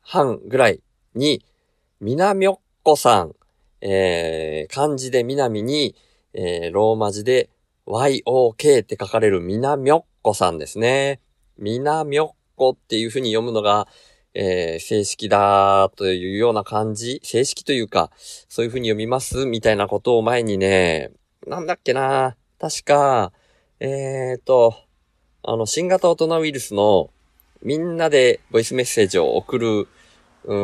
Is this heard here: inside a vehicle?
yes